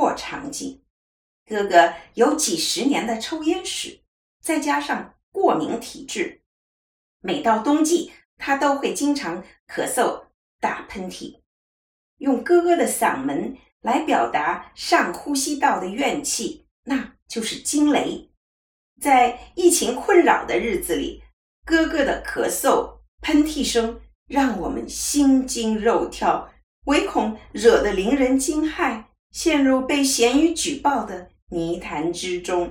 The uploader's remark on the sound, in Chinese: 遠從加拿大傳來她的聲音。跨海親自錄音。器材受限空間音較明顯。